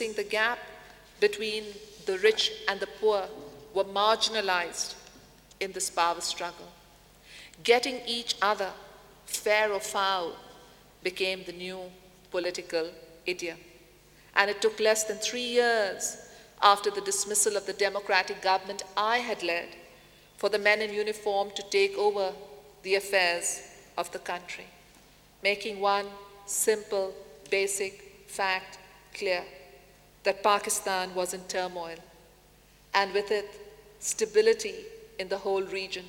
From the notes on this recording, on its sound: In this video podcast, recorded at the 2000 International Achievement Summit in London, England. The Academy's student delegates.